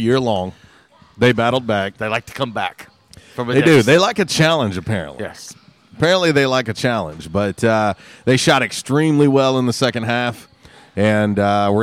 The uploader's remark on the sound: LIVE from JTown's Grill!